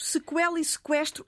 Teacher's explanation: nós temos um U que não é mudo, é uma semivogal. Ou seja, é um U fraco, mas lê-se.